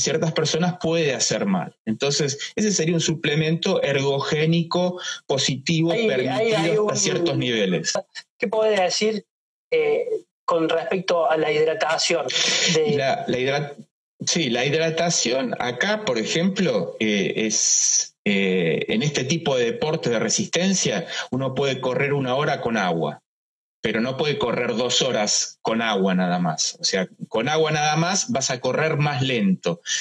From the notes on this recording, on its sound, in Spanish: Charlamos en vivo por IGTV